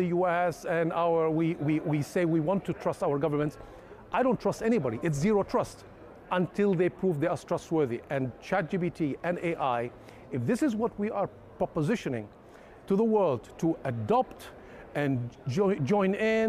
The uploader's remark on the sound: directly from the RSA Conference 2023 in San Fransciso